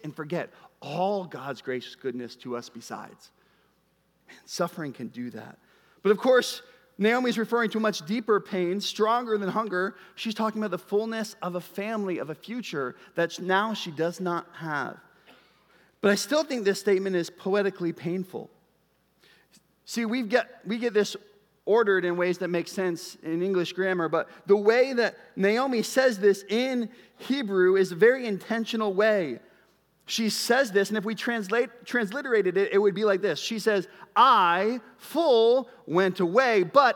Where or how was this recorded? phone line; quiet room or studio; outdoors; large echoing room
large echoing room